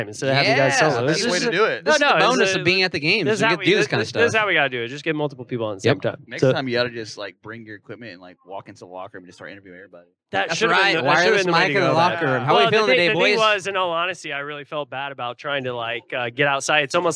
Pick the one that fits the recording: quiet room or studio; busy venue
busy venue